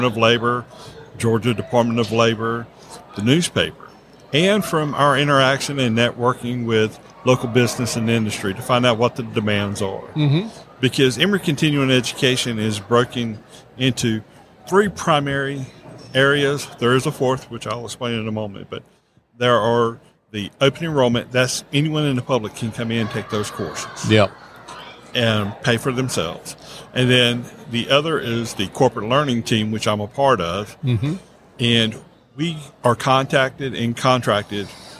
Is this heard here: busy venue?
yes